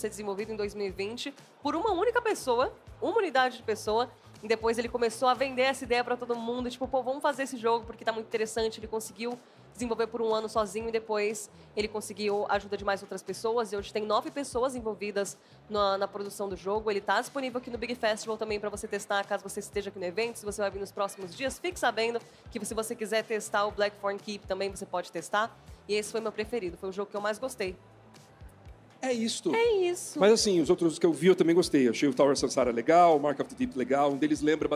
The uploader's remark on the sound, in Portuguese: Diretamente do palco The Enemy by TNT no BIG Festival 2023. No maior festival de games da América Latina.